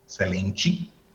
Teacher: la T con la E, los brasileños tienden a sonarla como ch